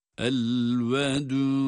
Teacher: Sonraki dal ise cezim ile ve kalkale ile duruyoruz. · Birinci dal ötre ile, vav ile uzatılıyor.